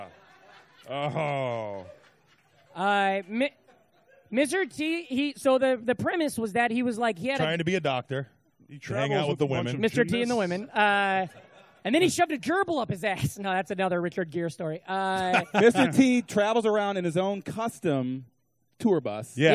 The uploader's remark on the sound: recorded on stage at the Des Moines Social Club as part of the 2017 Beast Village Comedy Festival